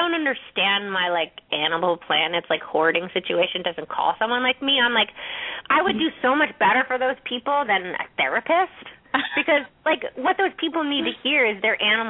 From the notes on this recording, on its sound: open up the lines for listeners to call